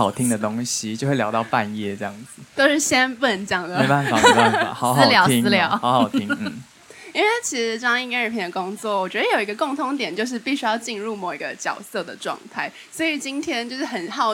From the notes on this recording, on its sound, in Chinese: Shopping Design《設計關鍵字》第一場 LIVE Podcast 公開！本集節目為《設計關鍵字》首度嘗試以 LIVE Podcast 形式於松菸現場開訪。